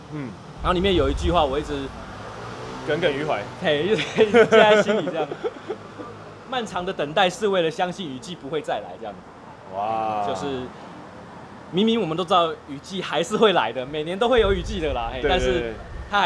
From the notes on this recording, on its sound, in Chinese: 使用麥克風 YIDA-MIC+-01 爵勢國際有限公司 YiDA。錄音地點：台南 牽咖啡 Chen Coffee。